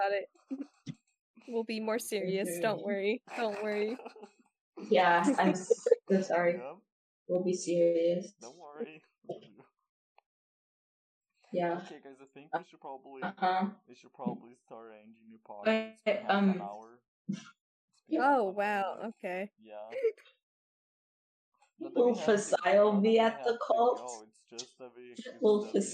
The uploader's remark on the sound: I just realized my mic was low af wtf guys come.